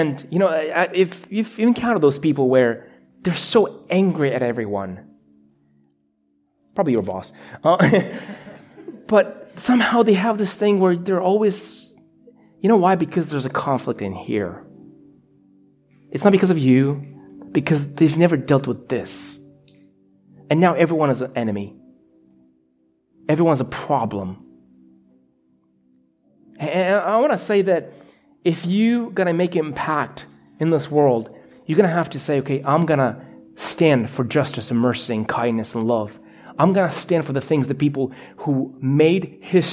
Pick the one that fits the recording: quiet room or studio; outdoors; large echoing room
large echoing room